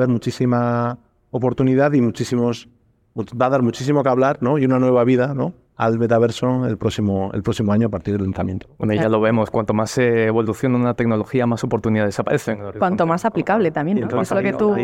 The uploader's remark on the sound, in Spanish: hemos grabado nuestro episodio 12+1 desde la Caja Mágica en Madrid